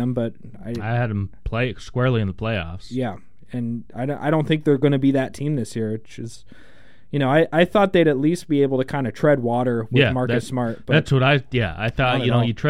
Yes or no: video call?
no